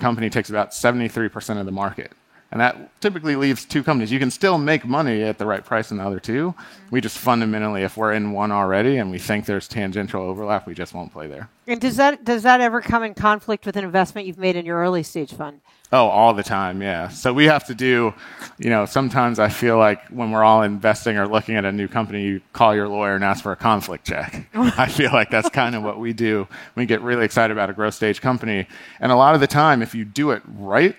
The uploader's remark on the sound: Recorded March 1, 2022 at the Upfront Summit.